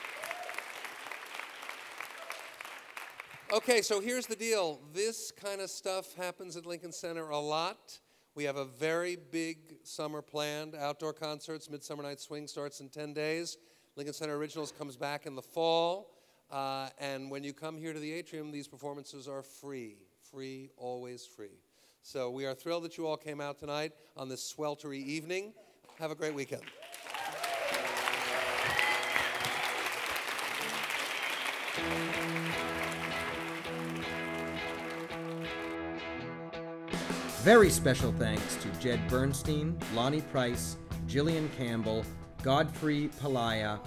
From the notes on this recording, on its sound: presented at the David Rubenstein Atrium at Lincoln Center on June 12, 2015